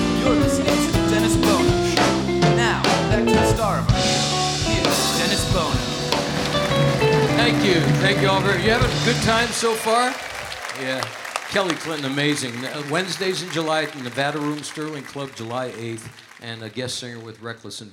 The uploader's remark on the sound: Live at the South Point